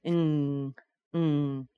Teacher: There's no G sound in an ing. No G, you just want to say ng, ng.